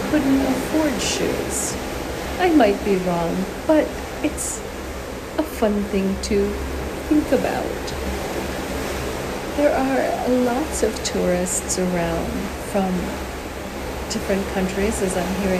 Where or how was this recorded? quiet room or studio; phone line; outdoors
outdoors